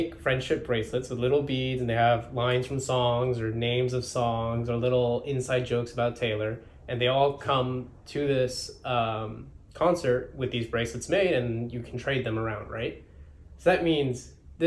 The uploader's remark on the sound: We had some issues with the microphone audio and had to use camera audio